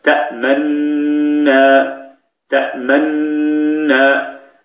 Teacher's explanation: أنت تنطق بغنة مطولة يتخللها ضم للشفتين بعيد تسكين النون الأولى، فإذا انتهى زمن الغنة تفتح فمك على النون الثانية، فأنت تحافظ على الضم من بعيد تسكين النون الأولى مباشرة إلى أن تفتح فمك، فيصير هكذا تأمنا تأمنا، تقول تأمن ثم تضم. · Term: الإشمام